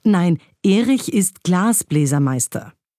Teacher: Wenn jemand als Reaktion sagt, nein, Erich ist Glasbläsermeister, dann hat Glas die Vollschwere, da ist die Vollbetonung drauf